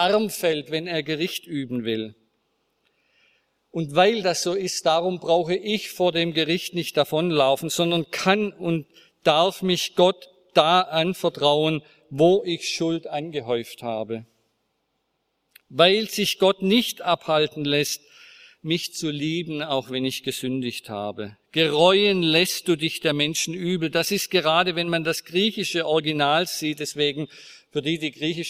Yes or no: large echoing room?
yes